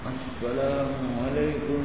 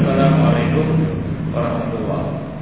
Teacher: lamnya itu sampai enam harokat · Shown in: first take · Alaikum pakai pakai apa lagi pakai gunnah lagi dan gitu pakai idgham lagi assalamualaikum gitu.